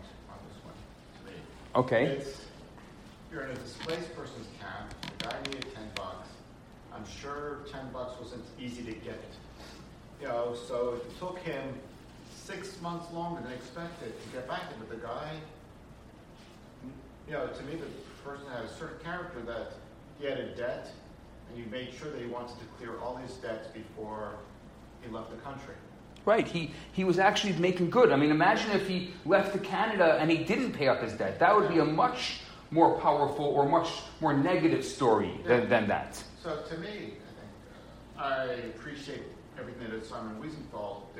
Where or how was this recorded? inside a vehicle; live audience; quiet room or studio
live audience